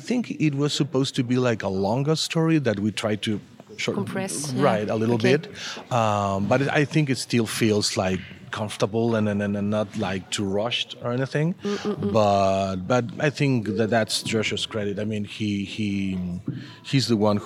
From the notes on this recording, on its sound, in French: interview au Festival International de la BD d’Angoulême